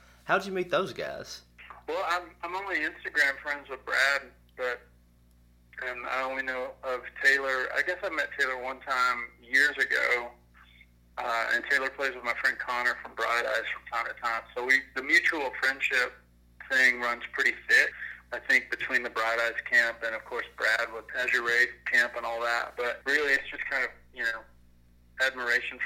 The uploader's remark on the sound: burnt the phone lines